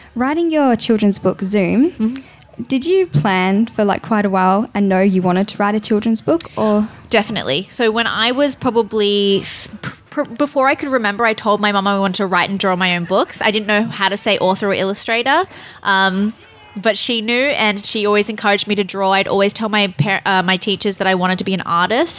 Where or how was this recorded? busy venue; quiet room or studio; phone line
busy venue